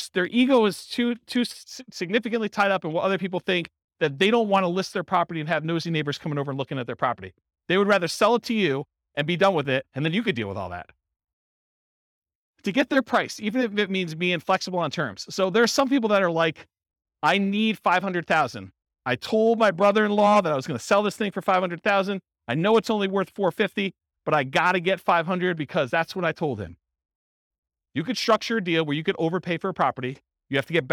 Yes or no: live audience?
yes